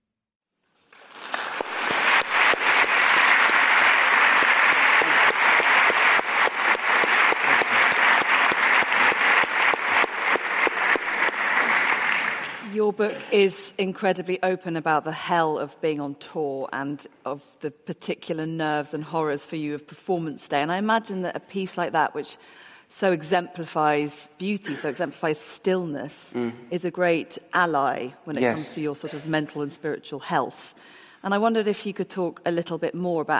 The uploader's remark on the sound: This event was recorded on the 31st of January 2018, at Cadogan Hall in London.